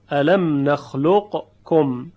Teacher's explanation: و مانند ادغام قاف در کاف، الم نخلق کم، همین یک مورد رو داریم در قرآن به این صورت، الم نخلق کم. قاف و کاف هم به لحاظ مخرج اینها متقاربینن، یعنی نزدیک هم هست مخرجشون، فلذا ادغام متقاربین انجام میشه